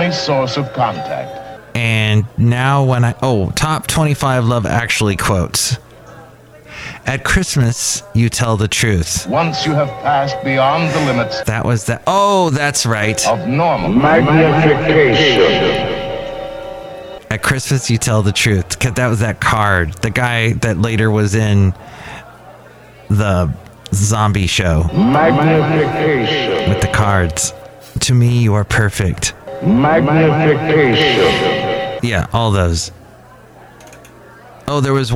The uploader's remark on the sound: Podcasts live from Cafe Anyway.